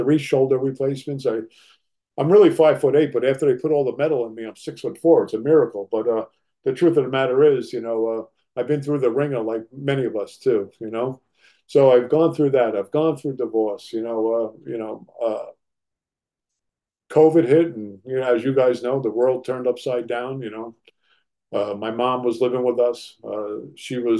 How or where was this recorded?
video call